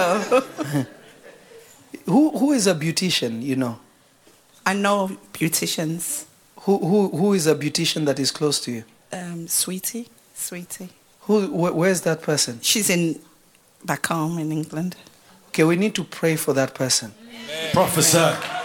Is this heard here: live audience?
yes